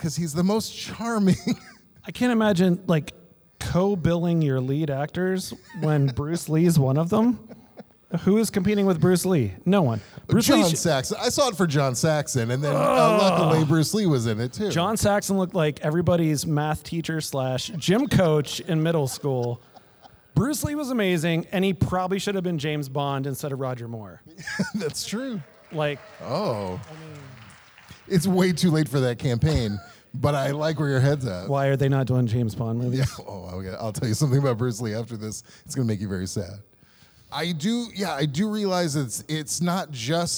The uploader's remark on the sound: We are live at the Oriental Theatre! Special 50th anniversary screening of ENTER THE DRAGON.